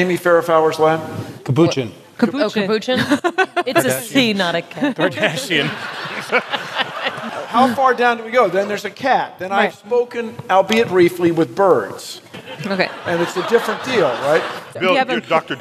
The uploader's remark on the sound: StarTalk Live: Big Brains at BAM